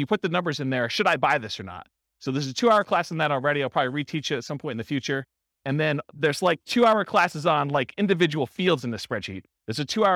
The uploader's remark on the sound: This was a live class recorded in Fort Collins for buy and hold real estate investors.